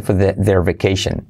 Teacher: La R de for puede decaer